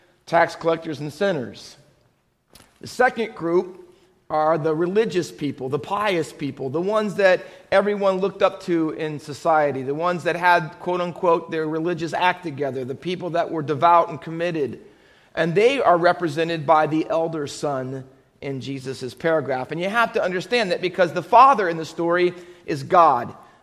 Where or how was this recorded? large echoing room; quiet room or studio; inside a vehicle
large echoing room